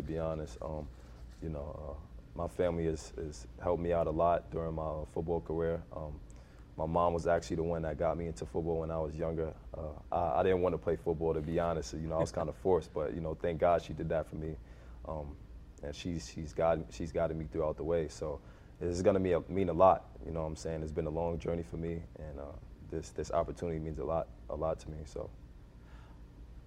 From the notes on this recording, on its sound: Inside MLFB continues its coverage live and on the ground from MLFB training camp.